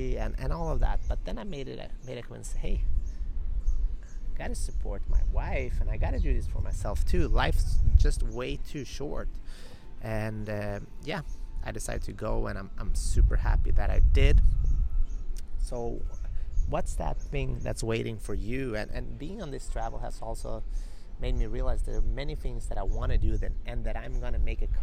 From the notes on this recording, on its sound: This week's episode is recorded live from a small square on a cobblestone street in the magical island of São Miguel in the Azores. There will be a couple of moments of wind in the recording, my apologies, it's the nature of the islands.